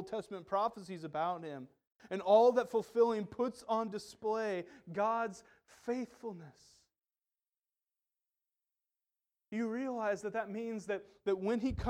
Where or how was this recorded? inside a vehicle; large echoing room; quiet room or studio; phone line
large echoing room